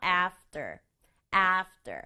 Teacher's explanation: 발음이 after이지만 소리가 약간 된소리처럼 나요.